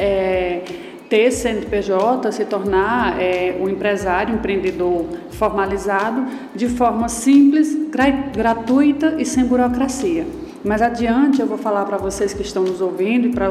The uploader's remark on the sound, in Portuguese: Este terceiro episódio foi gravado na palestra. Na palestra que faz parte do ciclo promovido com intuito de capacitar cada vez mais o varejo de Brejo Santo.